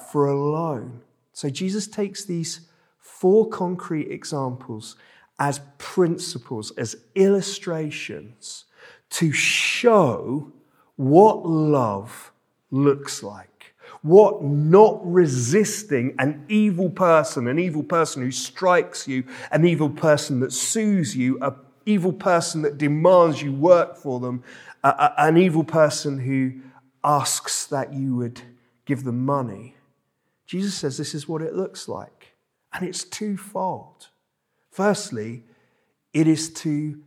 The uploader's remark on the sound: This sermon was preached at Welcome Baptist Church on Sunday 26th February 2023.